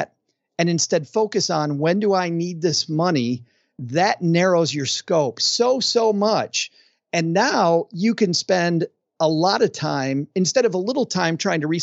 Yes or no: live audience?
no